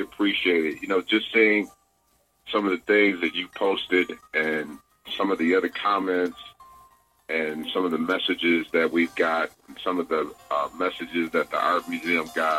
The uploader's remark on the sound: phone interview